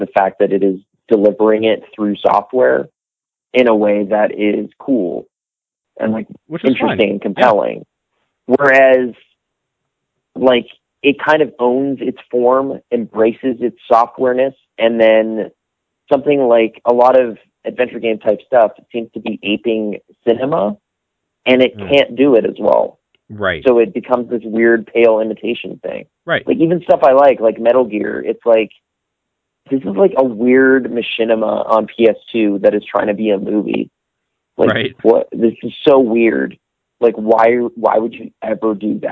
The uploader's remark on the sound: The whole podcast is recorded old school over THE PHONE! Where most podcasts might call this a lack of sound quality. We apologize if it’s hard to listen to because of this.